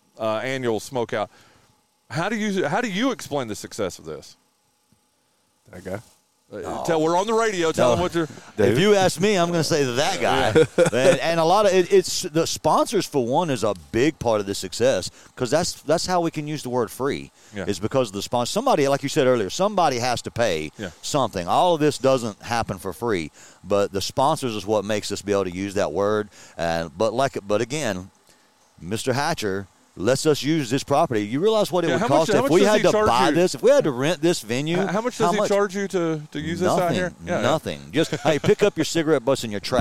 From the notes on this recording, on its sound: We are LIVE from the fourth annual True Smoke BBQ Smoke-Out